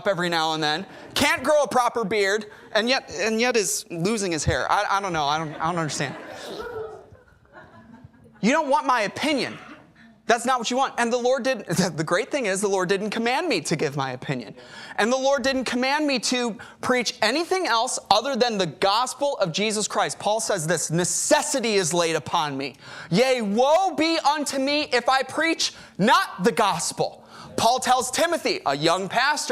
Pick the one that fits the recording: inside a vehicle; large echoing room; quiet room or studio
large echoing room